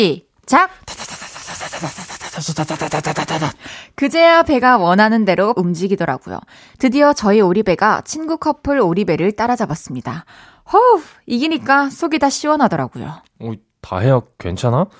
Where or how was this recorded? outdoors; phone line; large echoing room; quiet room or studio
quiet room or studio